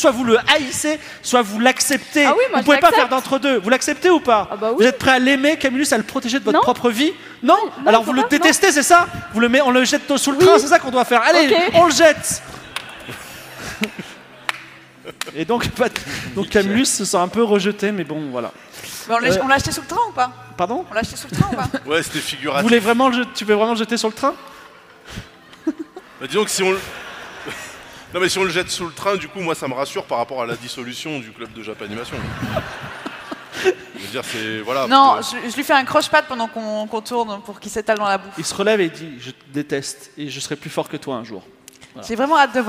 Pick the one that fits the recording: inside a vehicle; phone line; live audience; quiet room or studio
live audience